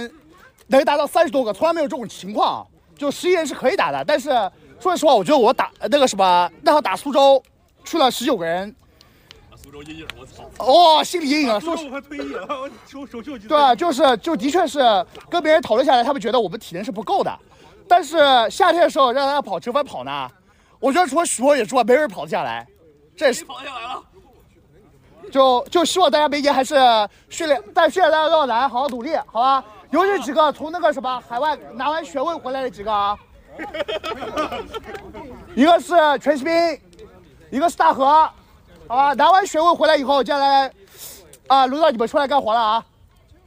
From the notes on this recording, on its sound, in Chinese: 本期节目来到了上海龙骑兵美式橄榄球队的年会活动中，用声音录下了年会的氛围，并抽空随机采访了几位队内队员、队长及球长组织者。现场颁奖。